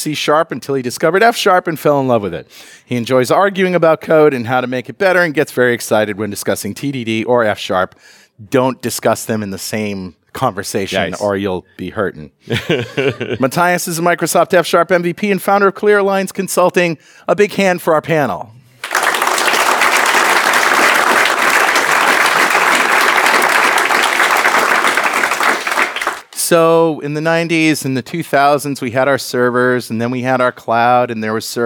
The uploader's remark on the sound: Going Serverless Panel at NDC Oslo.